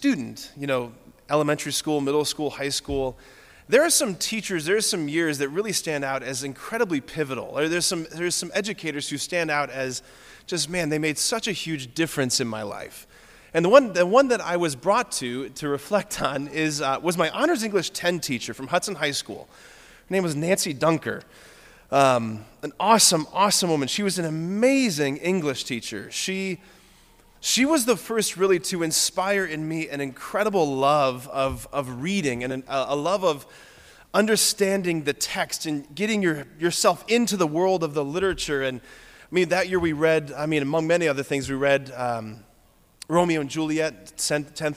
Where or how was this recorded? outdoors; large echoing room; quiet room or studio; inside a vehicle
large echoing room